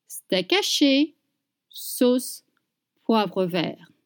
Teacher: You don't pronounce the T at the end of vert.